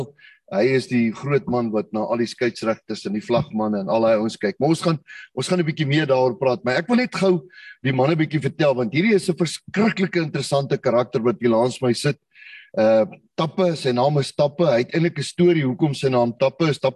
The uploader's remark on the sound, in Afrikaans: Zoom Byeenkoms 22 Maart 2022